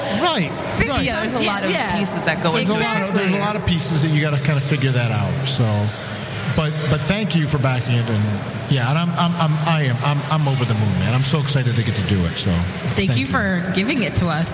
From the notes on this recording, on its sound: Live from Fantasticon Mt Clemens